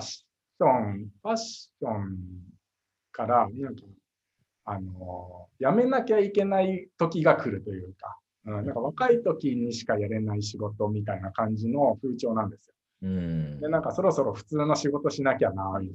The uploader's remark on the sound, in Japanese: Zoom」を使用して収録されました